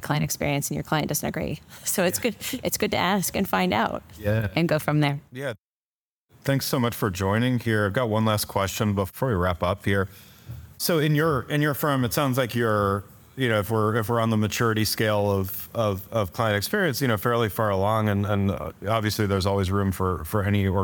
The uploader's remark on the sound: I am here in Durham North Carolina at the 2023 CXPS - that’s Customer Experience for Professional Services - Conference.